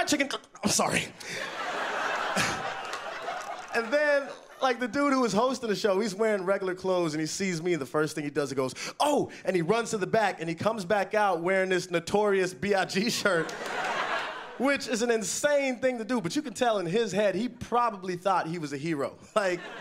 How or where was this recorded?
live audience